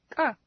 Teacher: This sound is similar to a K sound, but it is produced without any audible puff of breath.